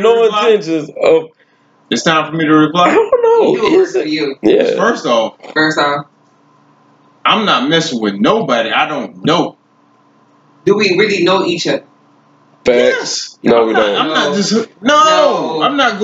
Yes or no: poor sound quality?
yes